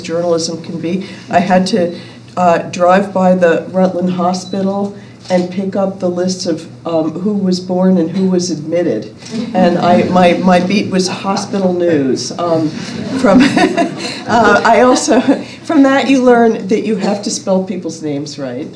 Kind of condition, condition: setting, live audience